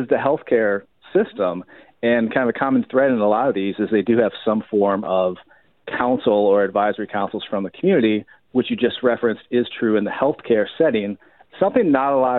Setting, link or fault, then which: link, phone line